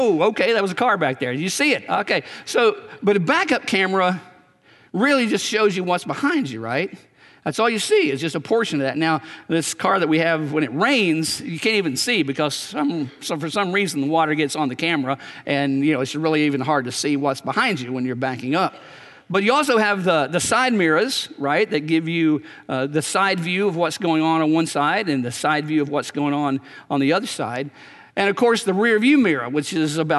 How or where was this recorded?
large echoing room